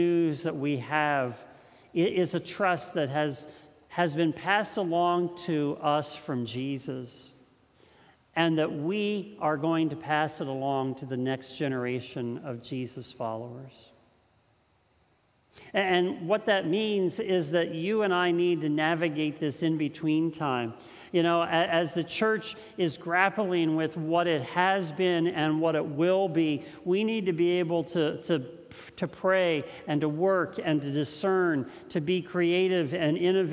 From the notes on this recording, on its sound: This message was first preached on June 20th 2021 at Linglestown Life Church in Harrisburg PA.